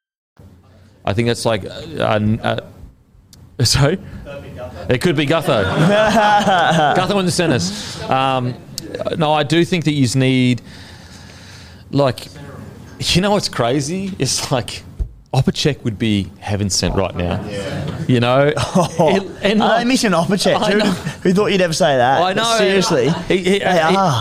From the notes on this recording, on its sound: infront of our live audience